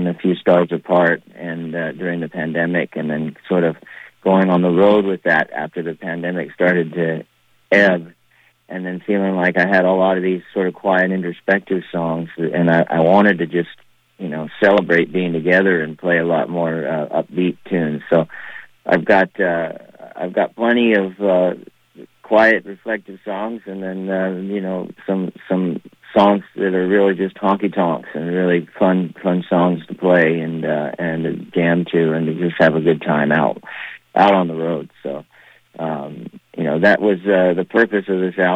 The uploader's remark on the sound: By phone. Immediately after the Maui fires, and their call was cut short.